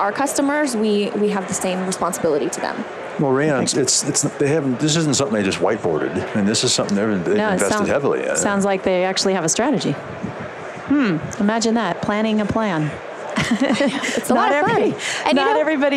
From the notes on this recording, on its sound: LIVE from Las Vegas, at #HRTechConf